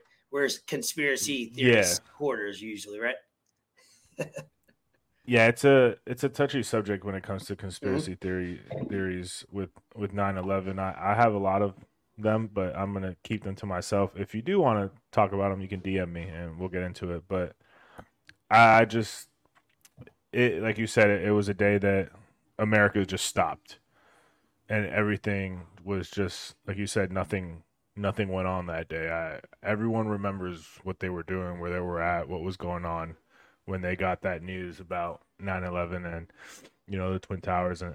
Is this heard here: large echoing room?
no